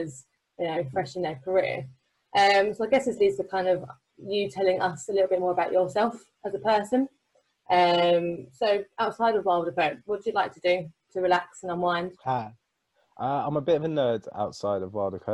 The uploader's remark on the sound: we took the opportunity to have a little Zoom catch up